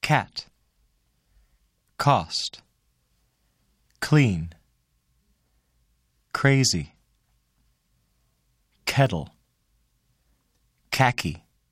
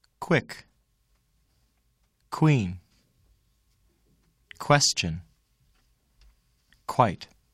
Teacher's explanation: At the beginning of words, release k with a puff of air. · Shown in: first take